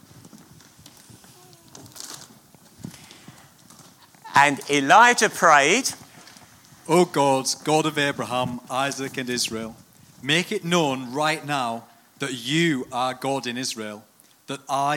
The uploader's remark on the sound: at King's Church, Cockermouth